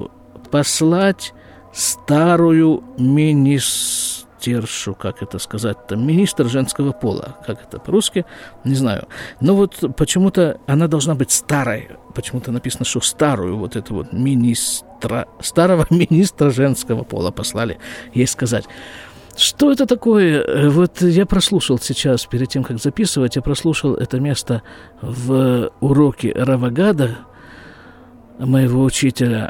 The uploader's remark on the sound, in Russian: Запись из сукки.